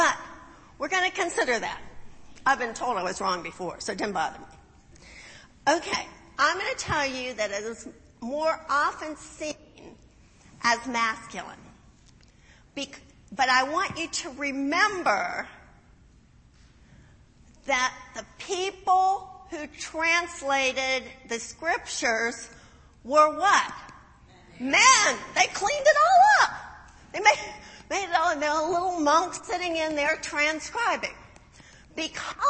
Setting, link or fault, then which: setting, large echoing room